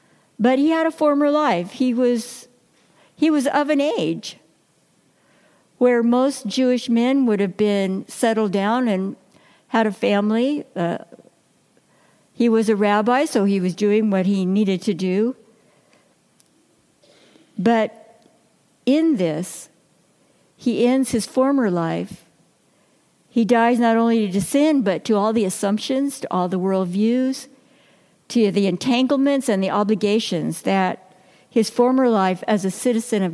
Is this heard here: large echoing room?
yes